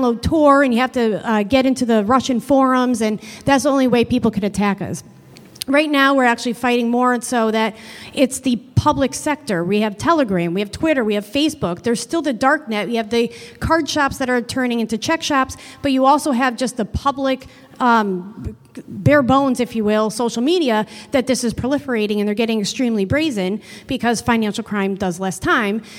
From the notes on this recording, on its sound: This recording is from Fintech Nexus USA held at the Javits Center in New York City on May 10-11, 2023. From the Fraud Fight Club track.